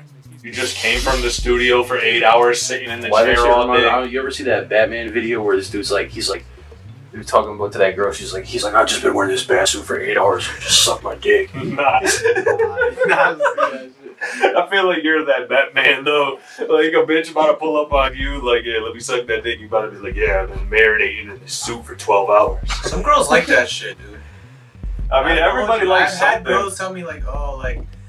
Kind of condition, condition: fault, poor sound quality